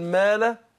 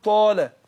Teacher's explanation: الميم مرققه وبرقق بعدها الالف · Shown in: first take